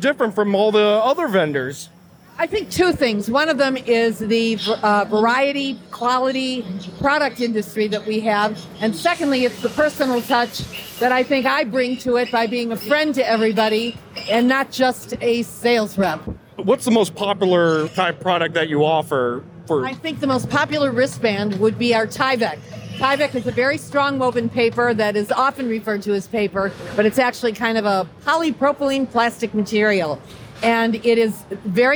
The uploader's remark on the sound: This interview was recorded during Transworld